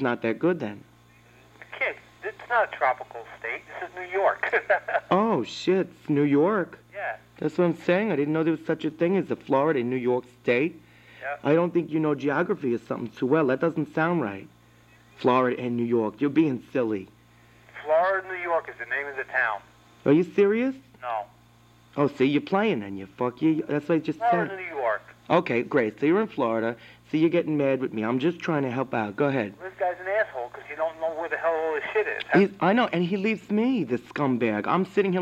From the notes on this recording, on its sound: Prank Phone Calls